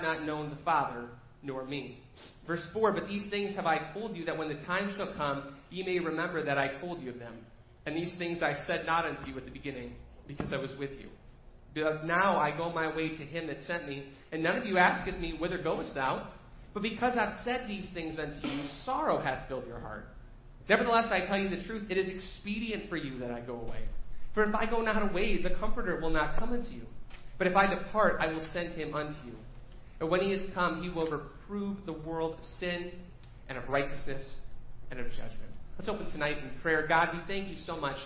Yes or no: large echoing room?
yes